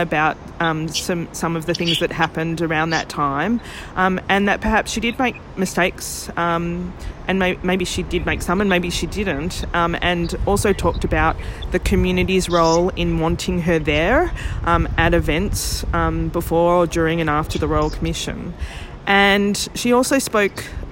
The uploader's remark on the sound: Episode 36 live from Giant Steps 19. Live in Melbourne at Safer Care Victoria Giant Steps.